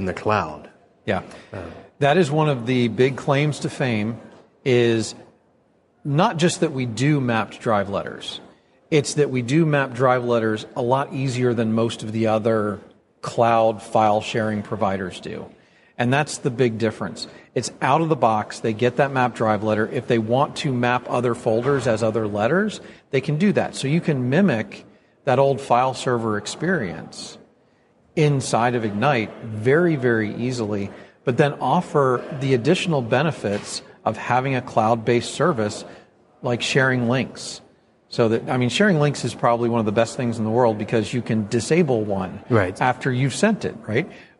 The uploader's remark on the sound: right in the heart of the IT Nation conference in Orlando, Florida